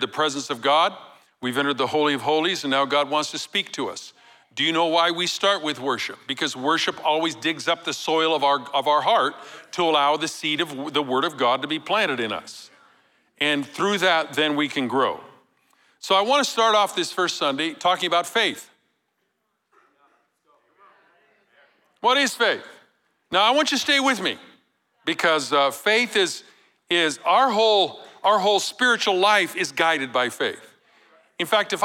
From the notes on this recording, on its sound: Recorded live at Capital Church in Meridian, Idaho